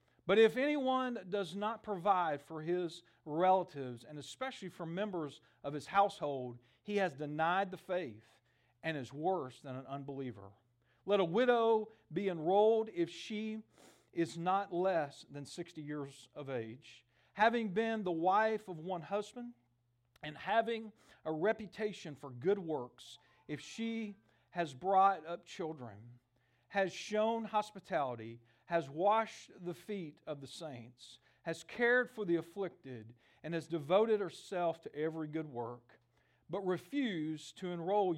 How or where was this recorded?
large echoing room